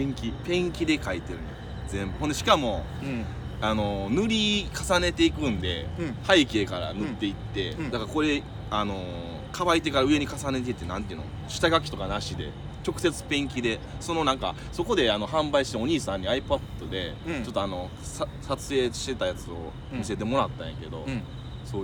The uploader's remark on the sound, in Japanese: 公園録音で虫も聴けるpodcastでございます！